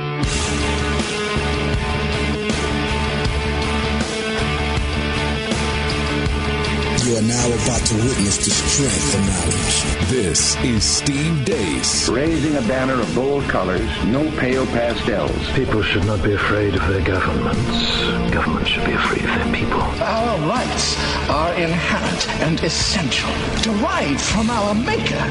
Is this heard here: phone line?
yes